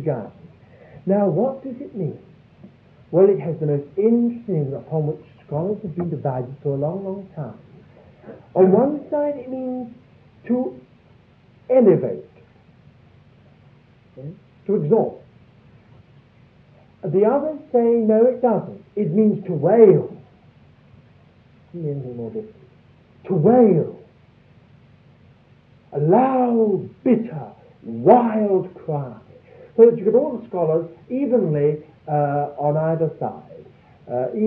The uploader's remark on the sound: Audio quality is very poor